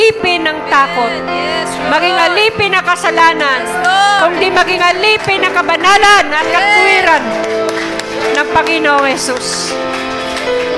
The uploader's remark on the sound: Recorded live at The Shepherd Of Faith Family Church.